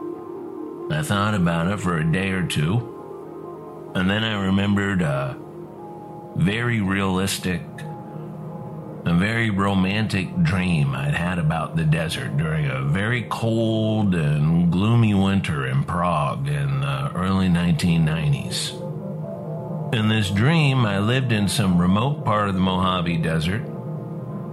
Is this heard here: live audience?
no